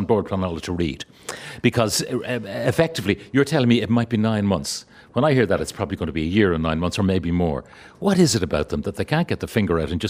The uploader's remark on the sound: live from The Galmont Hotel in Galway